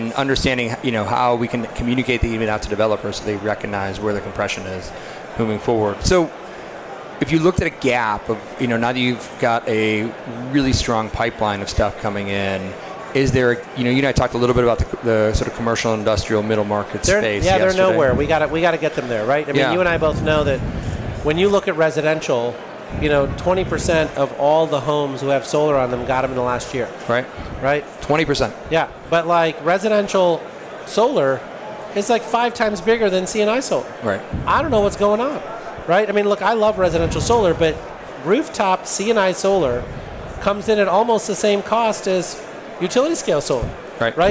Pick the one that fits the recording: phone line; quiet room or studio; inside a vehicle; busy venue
busy venue